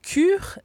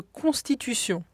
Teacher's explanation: Le premier est un palatal, bien articulé sur le sommet du palais. Et le second, vélaire, plus subtil sur le voile du palais.